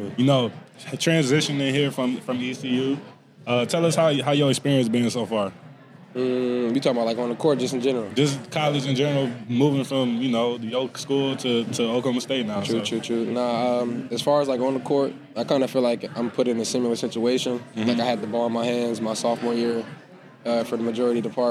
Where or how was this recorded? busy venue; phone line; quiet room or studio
busy venue